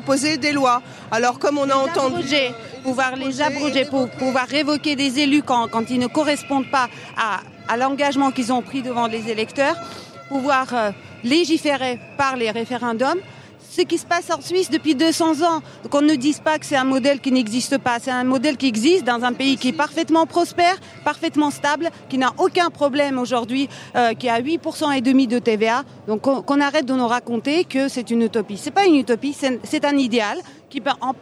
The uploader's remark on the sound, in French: Les amis de la Commune ont organisé une marche commémorative dans Paris. Captations sonore de cette déambulation urbaine.